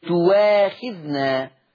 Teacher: إبدال الهمز المفتوح تؤاخذنا، ربنا لا تؤاخذنا تصير تواخذنا